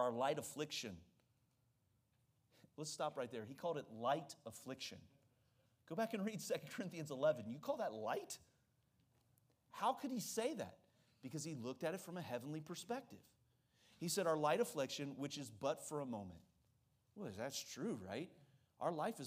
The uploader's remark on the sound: during the Tuesday evening service of our Fall Revival on October 3, 2023